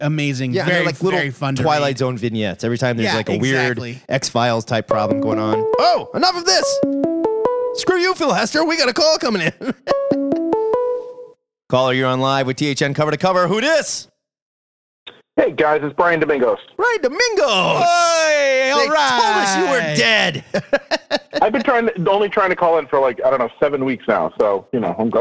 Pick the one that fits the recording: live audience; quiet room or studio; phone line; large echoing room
phone line